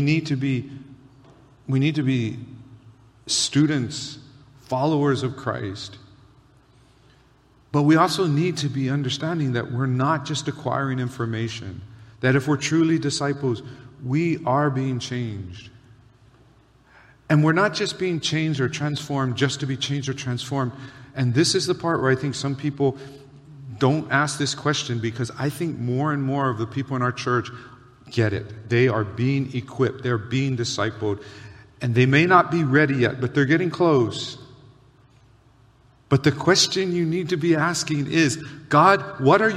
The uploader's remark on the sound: Recorded on July 23, 2023 at Waialae Baptist Church.